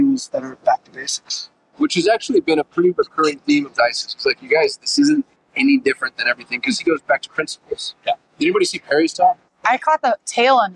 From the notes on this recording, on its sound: Vegas! On Location - Traffic and Conversion Summit 2024.